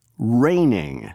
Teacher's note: That means the syllable is accented more strongly when it is said aloud. In the word raining, the first syllable is stressed. So we say raining, not raining.